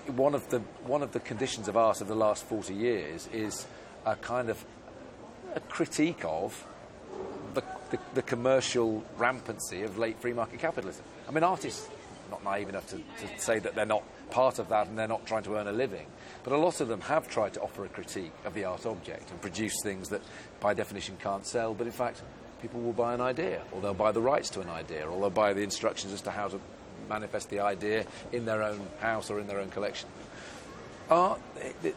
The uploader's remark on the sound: We’re out on location at the Hong Kong Convention and Exhibition Centre, and dedicating the whole show to the first Art Basel Hong Kong.